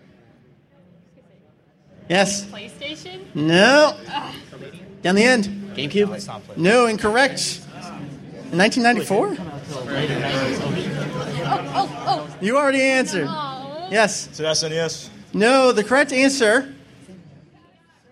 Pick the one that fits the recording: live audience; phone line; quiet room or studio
live audience